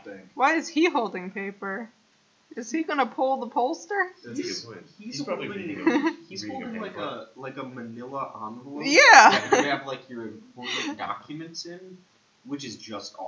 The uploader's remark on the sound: Slightly different sound quality this week as we work with new equipment